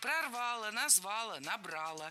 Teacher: все проблемные глаголы в прошедшем времени в среднем роде имеют безударное окончание